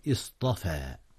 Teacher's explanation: فلما جاءت الصاد حولت التاء إلى الطاء لتناسب الصاد لأنها من حروف الإطباق